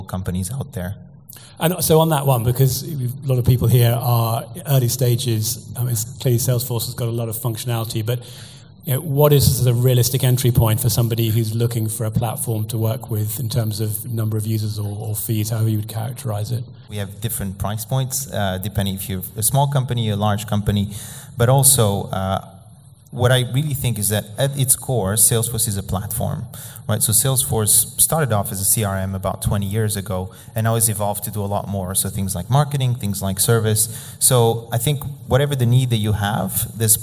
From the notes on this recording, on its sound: the highlights from the first half of the event